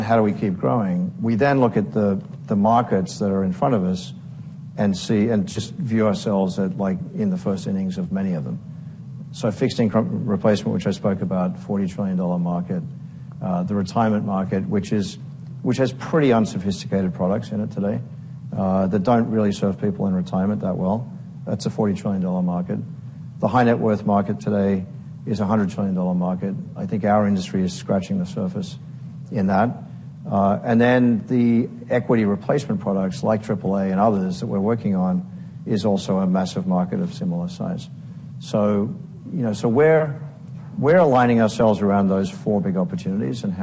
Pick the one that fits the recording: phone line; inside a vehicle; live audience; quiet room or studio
live audience